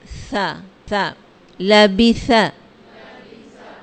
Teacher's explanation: آپ کی زبان کی نوک ثنایا اولیہ کے سرے سے لگے گی، یا آپ یوں کہہ لیں کہ زبان دانتوں کے درمیان میں آئے گی، اوپر نیچے کے دانتوں کے درمیان میں.